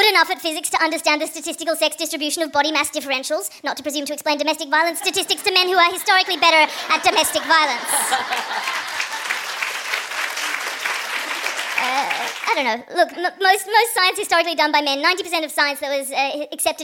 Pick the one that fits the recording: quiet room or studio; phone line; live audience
live audience